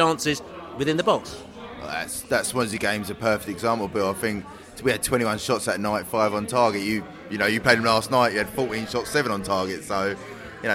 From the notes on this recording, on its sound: QPR v Brentford pre-match podcast from the pub.